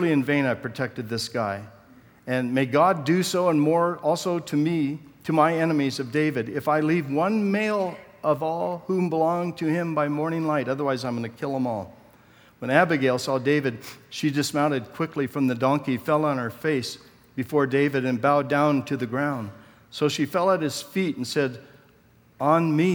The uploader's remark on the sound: Session 3 from the 2014 Southwest Men's Conference, Empowrd.